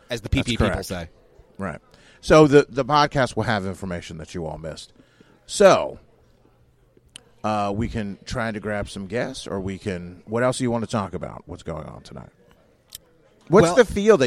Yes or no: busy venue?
yes